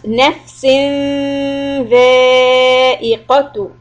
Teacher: tip of the tongue under the front teeth for dha · Term: ikhfa